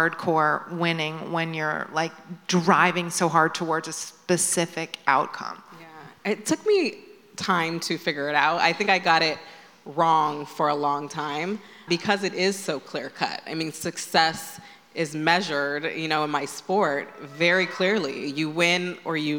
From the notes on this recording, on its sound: In this live podcast conversation straight from our In goop Health wellness summit.